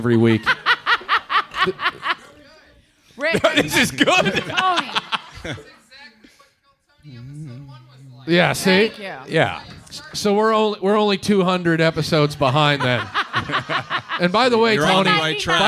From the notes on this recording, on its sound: LIVE Train Wreck In The Belly Room. By The World Famous Comedy Store.